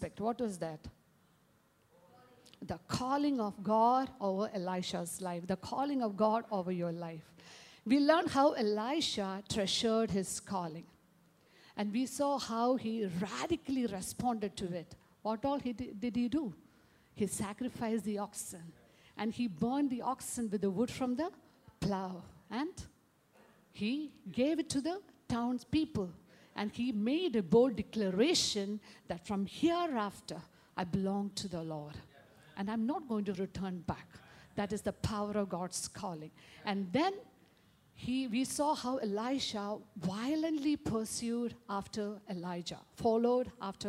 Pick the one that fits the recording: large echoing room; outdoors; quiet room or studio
large echoing room